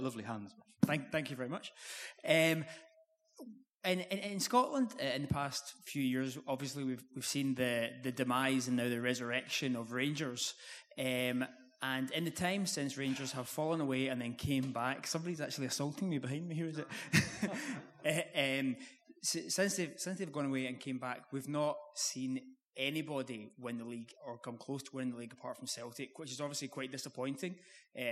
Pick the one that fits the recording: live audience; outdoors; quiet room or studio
live audience